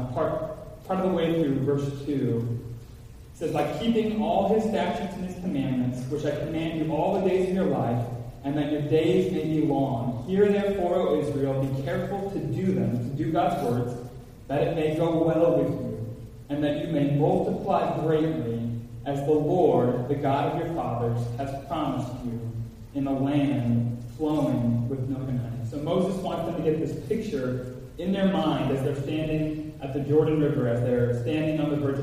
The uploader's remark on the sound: Apologize ahead for echo in Audio recording.